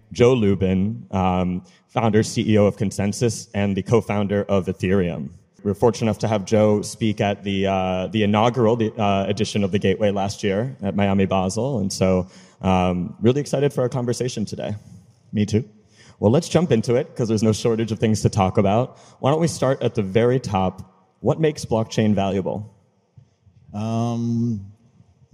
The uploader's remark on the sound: during a fireside chat at nft now and Mana Common’s The Gateway: A Web3 Metropolis